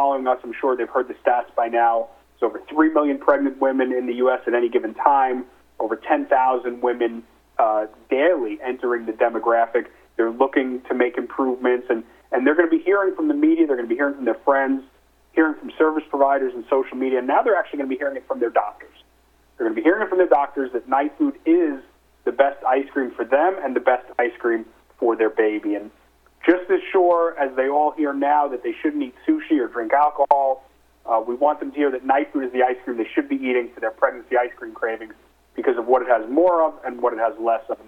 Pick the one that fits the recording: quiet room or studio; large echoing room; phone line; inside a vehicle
phone line